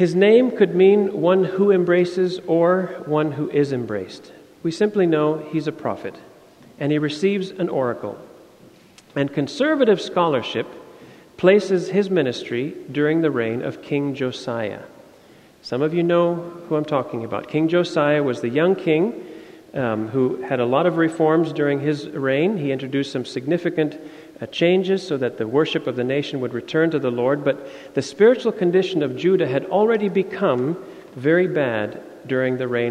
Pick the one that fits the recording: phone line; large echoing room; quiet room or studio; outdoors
large echoing room